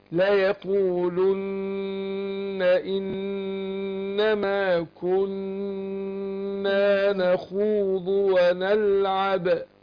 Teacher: شوف كم النون مشددة، كل واحدة تاخد غنى حركتين